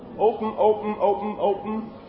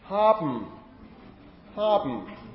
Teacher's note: during the n part of the word, the lips are still closed · Term: syllabic nasal